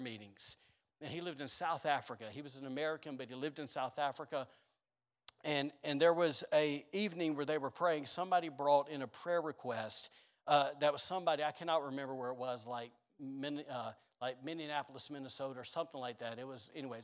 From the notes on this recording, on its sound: was recorded on Sunday, April 10th, 2022, during service at The Anchor Church in Rockport, Maine.